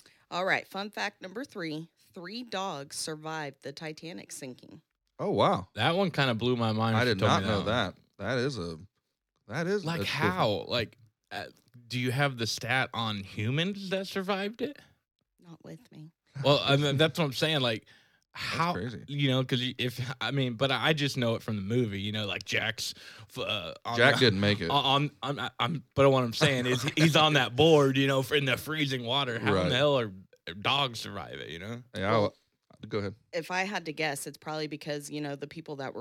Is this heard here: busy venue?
no